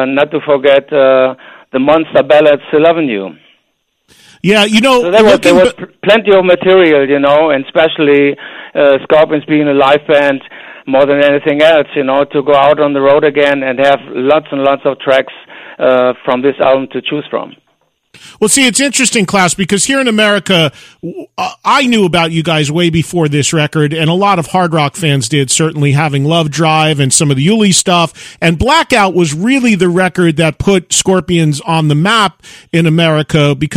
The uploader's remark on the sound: phones